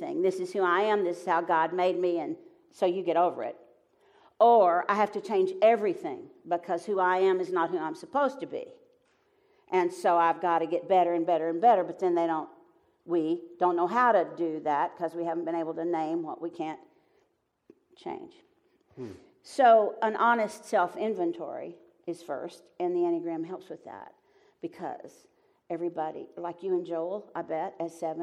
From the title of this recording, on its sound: Live from Pepperdine